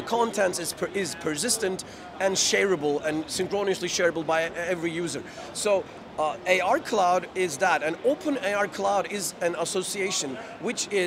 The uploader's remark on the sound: Live from GITEX in Dubai